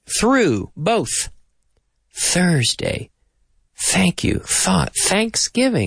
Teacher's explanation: the hard TH, where the mouth is the same, but there's no action in the vocal cords